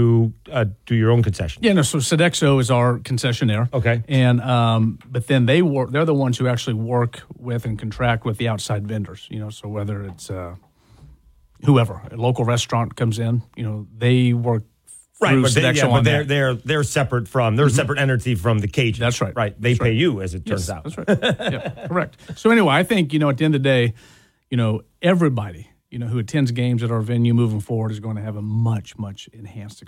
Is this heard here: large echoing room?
no